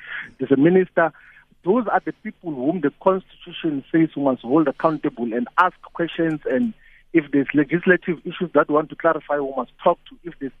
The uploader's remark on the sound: He now joins us on the line…. Guest(Phone).